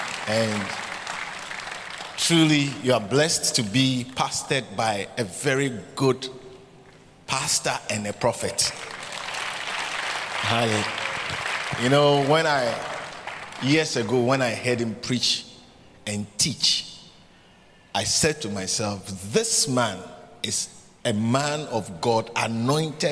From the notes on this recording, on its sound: preached at the Catch The Annointing Centre, Sakumono